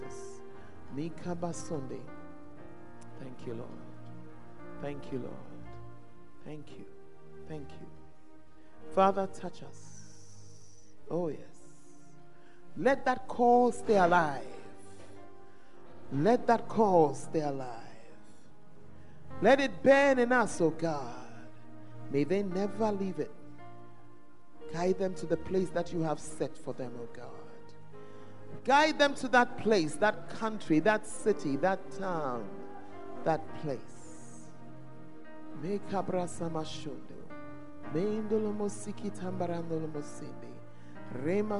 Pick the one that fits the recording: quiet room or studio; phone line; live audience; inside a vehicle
live audience